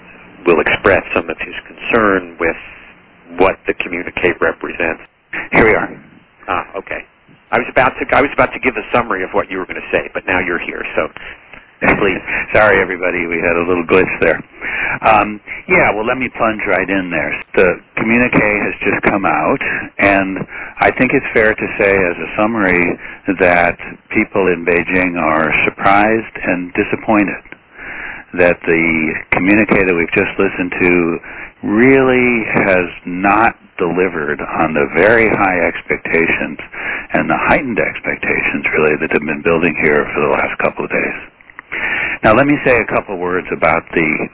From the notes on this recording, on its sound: Hours after the close of the Plenum on November 12, the National Committee hosted an on-the-record teleconference.